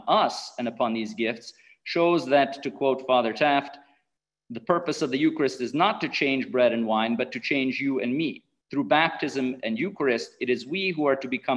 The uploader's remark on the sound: A webinar lecture. This event is presented in collaboration with the Godbearer Institute as part of a Fall webinar lecture series.